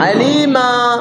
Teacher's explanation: تبدل هذه النون إلى ألف تسمى بمد العوض